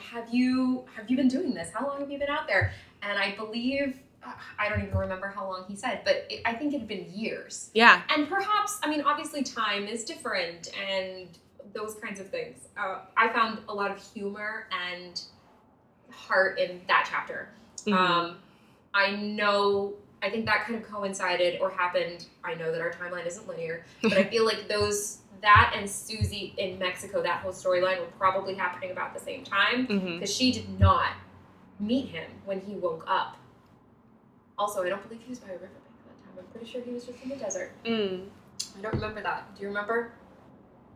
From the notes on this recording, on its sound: When we started this podcast, we only had one microphone and the sound quality is....